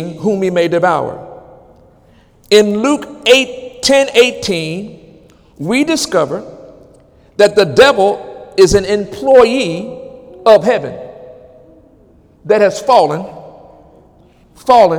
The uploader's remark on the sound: During Wednesday night service.